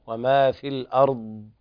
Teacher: الضاد عند الوقف عليها ليس فيها قلقلة · Term: الرخوة